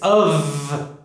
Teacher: It's spelled with an F, but it's actually a V sound. It needs to vibrate. It's not of.